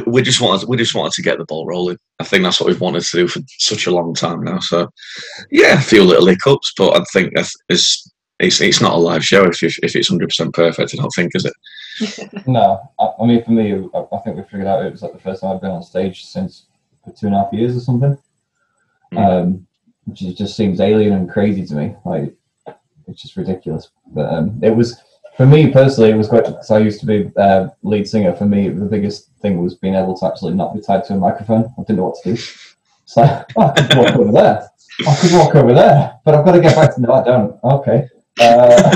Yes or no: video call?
yes